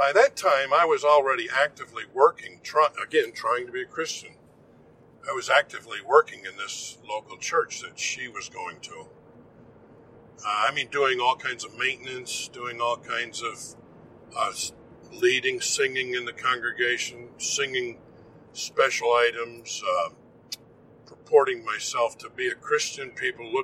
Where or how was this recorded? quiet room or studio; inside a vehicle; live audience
inside a vehicle